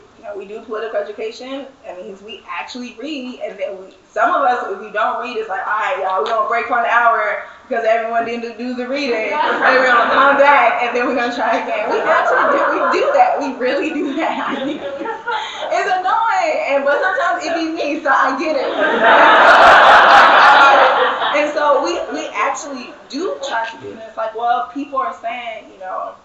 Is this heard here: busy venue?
yes